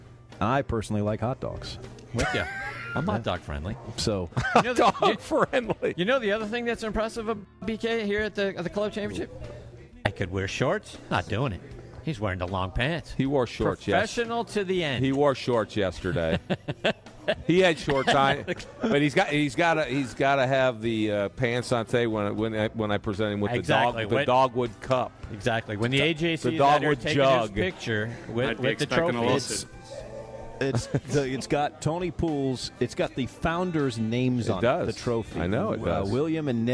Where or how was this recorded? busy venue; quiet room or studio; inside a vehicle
busy venue